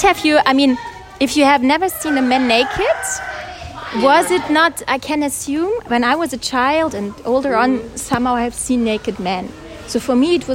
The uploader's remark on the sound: Live from a market in Lombok, Indonesia. Since I was traveling alone, I decided to stroll through the local market in hopes of grabbing a chilled coconut.